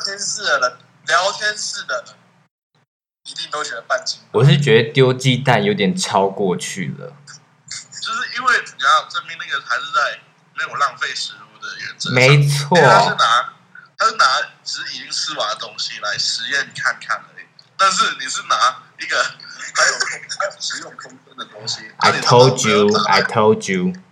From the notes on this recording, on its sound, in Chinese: 這次跟三位好友一起直播。音質我盡力了非常之抱歉。